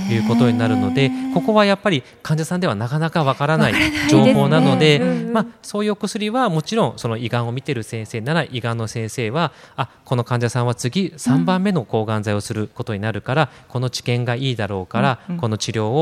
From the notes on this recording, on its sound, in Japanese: がんと生きる 公開収録。千葉県柏市にある三井ガーデンホテル柏の葉パークサイドにて行われた公開収録の模様をお届けします。